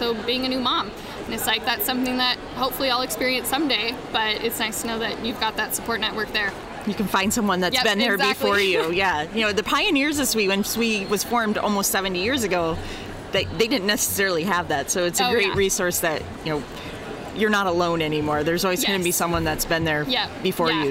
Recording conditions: busy venue